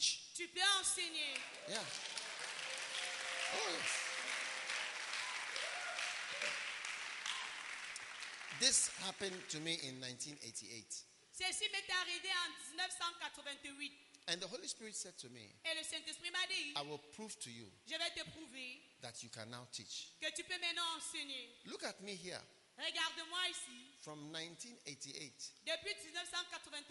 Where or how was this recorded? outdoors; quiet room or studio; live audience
live audience